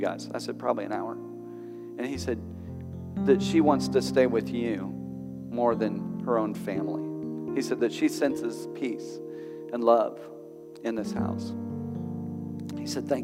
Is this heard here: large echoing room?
yes